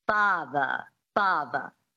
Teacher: the transatlantic accent, you drop the R and you make it a schwa, which is a phonetic symbol for an unstressed syllable, like a primitive grunt.